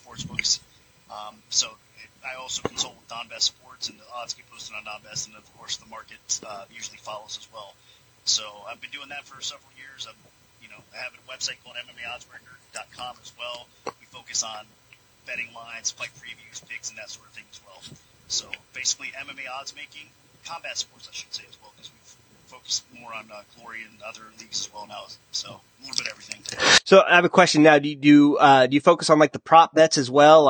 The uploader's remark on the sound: Had a few sound issues first 3 minutes but figured it out just in time to pick some fights.